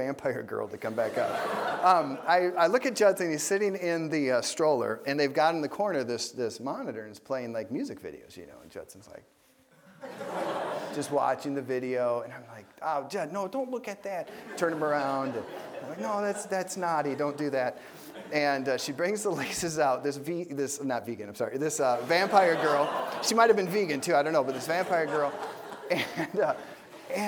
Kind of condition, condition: setting, large echoing room